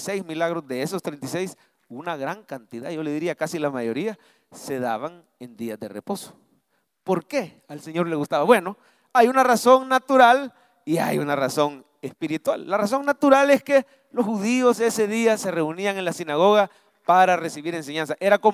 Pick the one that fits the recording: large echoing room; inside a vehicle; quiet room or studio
large echoing room